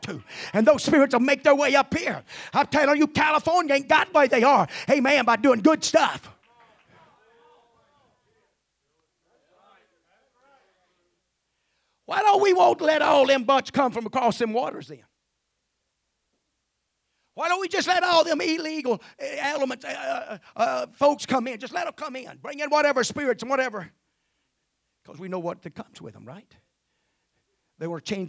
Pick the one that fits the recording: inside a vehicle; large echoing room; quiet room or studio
large echoing room